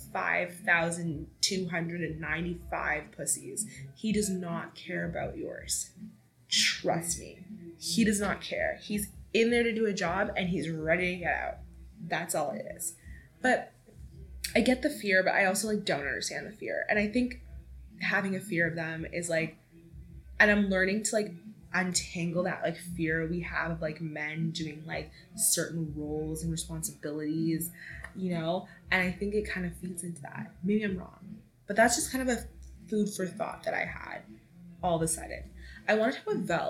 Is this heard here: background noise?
yes